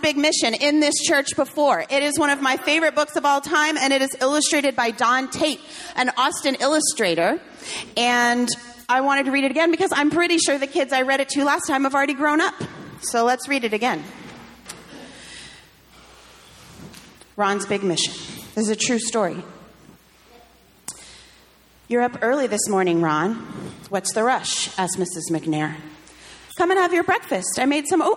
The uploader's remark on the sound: sermon delivered on July 30, 2023